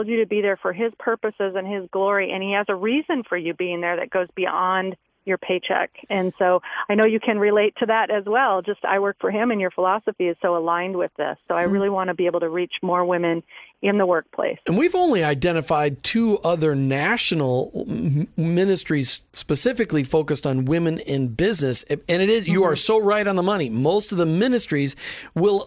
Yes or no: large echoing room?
no